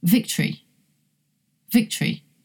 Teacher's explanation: And one of them is totally unstressed, We don't even hear the O sound in that word because the vowel O is replaced by the schwa.